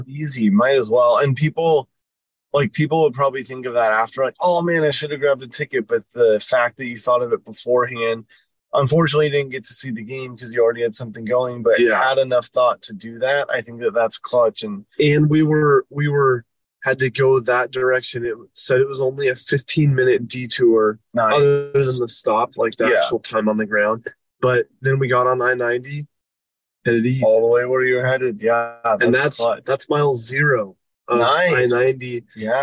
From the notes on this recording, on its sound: The boys take you behind the wheel for episode 147 as they take a driving tour around Boise, Idaho.